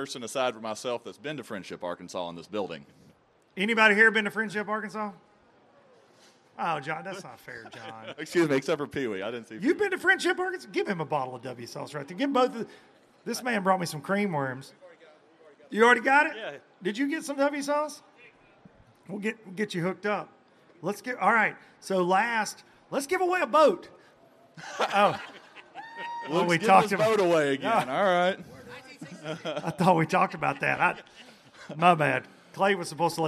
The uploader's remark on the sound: Xpress Boats at the Bassmaster Classic! LIVE from the Bassmaster Classic. From the Xpress Boats booth from a brand new H18!